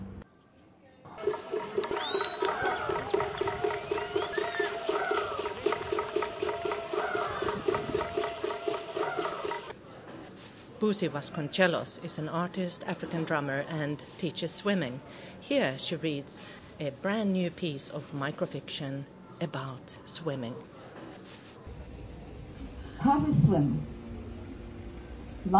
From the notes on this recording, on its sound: at the 7th Melanesian Arts & Culture Festival in Port Vila, Vanuatu